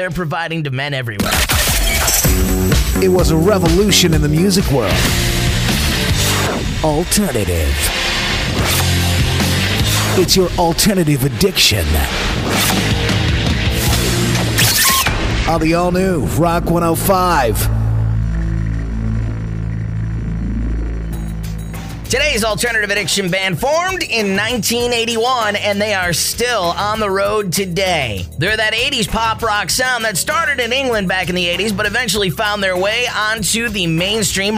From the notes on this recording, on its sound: I opened the phone lines